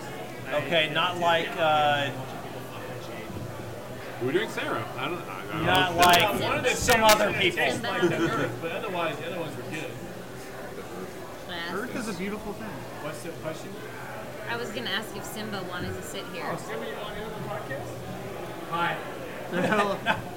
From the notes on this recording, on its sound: We went down to Beatrice to hang out at Stone Hollow. The audio's not great (apologies if you're wearing headphones).